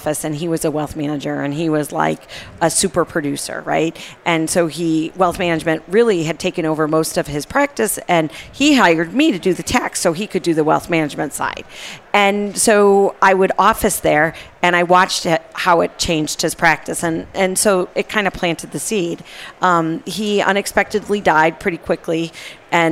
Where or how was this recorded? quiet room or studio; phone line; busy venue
busy venue